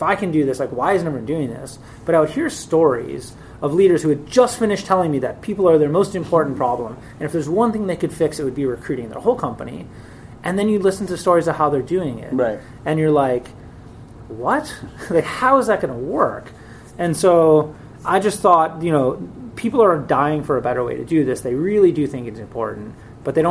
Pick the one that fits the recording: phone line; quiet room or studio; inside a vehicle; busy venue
busy venue